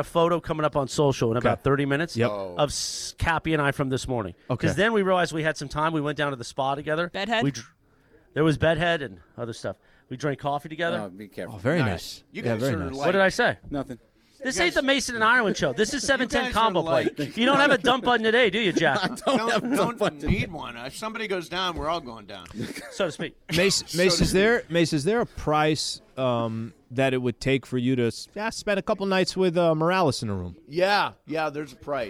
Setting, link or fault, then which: setting, busy venue